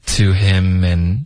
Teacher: 然后 him 跟 in 会连读